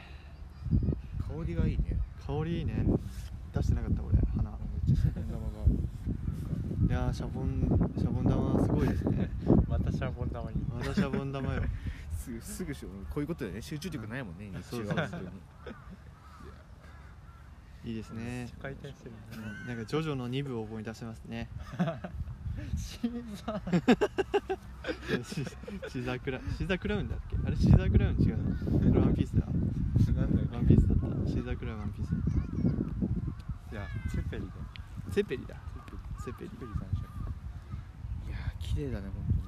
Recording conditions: wind noise